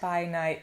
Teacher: the diphthong, it's not the same as in German. It doesn't get to a closed E-I-E-I. Yeah. It's more open than that.